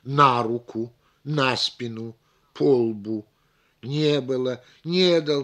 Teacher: неполнозначное слово, обычно не имеющее словесного ударения, перетягивает его на себя